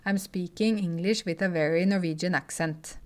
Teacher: our uh, intonation in Norwegian is a little bit up and down